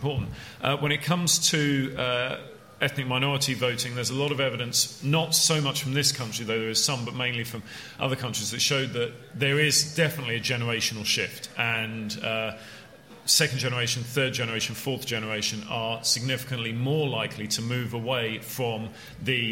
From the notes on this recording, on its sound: That was the question facing the panel for our CapX live debate at the Tory conference in Manchester.